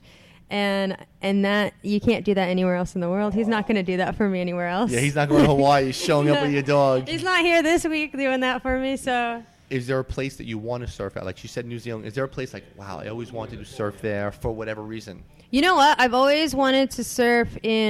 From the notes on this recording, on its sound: live from Jack Demsey's